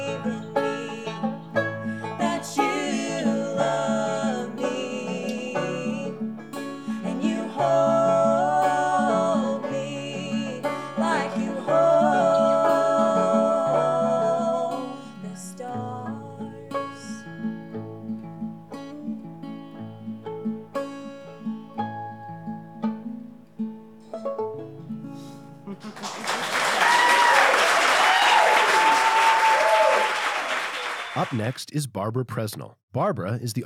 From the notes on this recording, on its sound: Presented as a live event in Asheboro, NC, which is then edited for broadcast. This episode was recorded live in The Table.